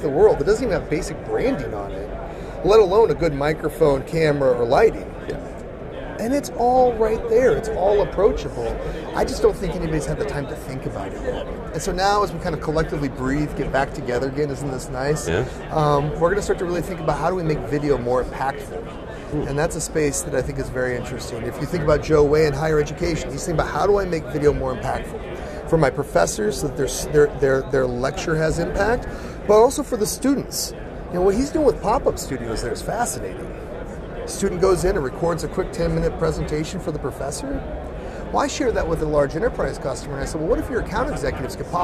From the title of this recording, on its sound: Live From NAB 2022